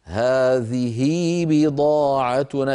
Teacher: نرى ذلك على التنبيه الرابع، تعامل العرب هاء هذه معاملة هاء الضمير من حيث الصلة وعدمها، نحو هذه بضاعتنا، نقرأها في الوصل هذه بضاعتنا بياء لفظية بعد الهاء، نشبع الكسرة كسرة هذه حتى يتولد منها ياء لفظية، طبعا في الوصل فقط.